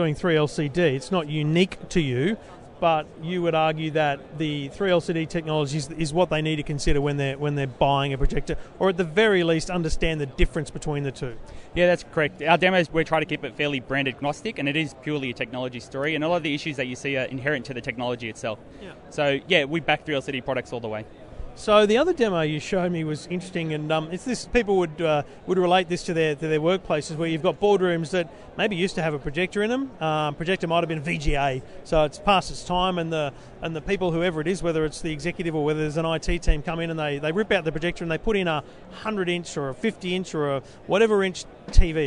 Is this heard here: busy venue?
yes